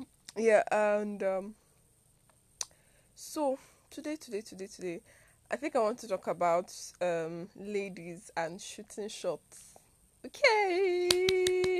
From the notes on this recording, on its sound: ignore any background sound